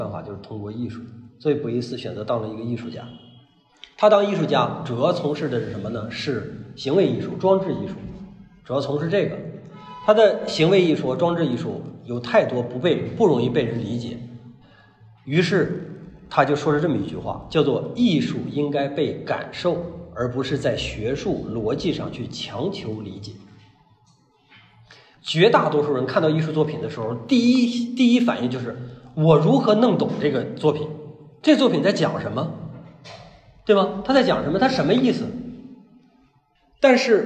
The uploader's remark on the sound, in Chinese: 讲座录音。